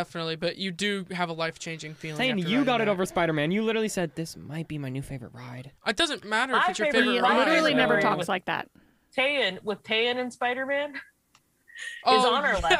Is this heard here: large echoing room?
no